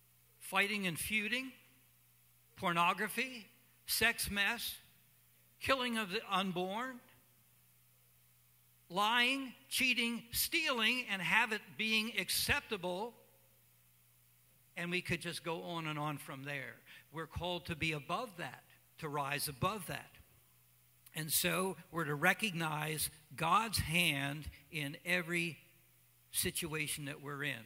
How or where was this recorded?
large echoing room